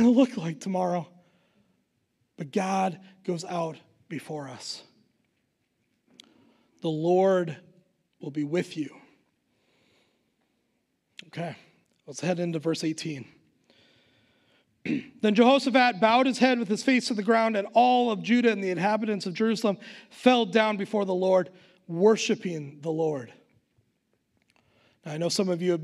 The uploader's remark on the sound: Recorded live at Word of Life Church in Le Sueur, Minnesota on November 21st, 2021